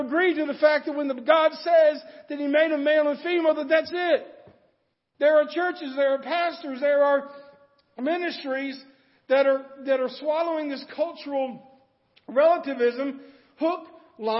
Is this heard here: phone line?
no